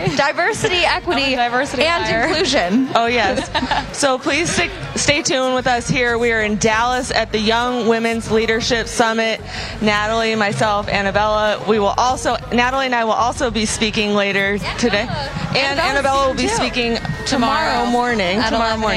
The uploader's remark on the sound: Live From Young Women's Leadership Conference Day 2